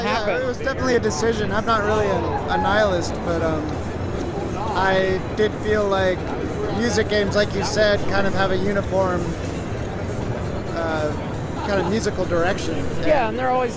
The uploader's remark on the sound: audio interviews that I did while at PAX East 2016